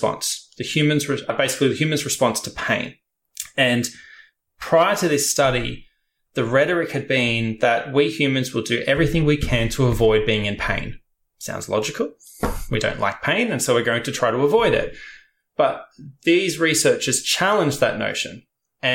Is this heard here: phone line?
no